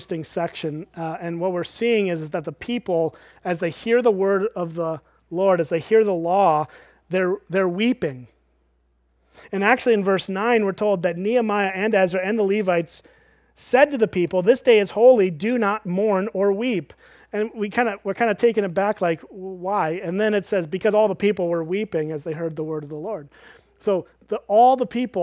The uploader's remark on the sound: at Springbrook Church in Antigo, WI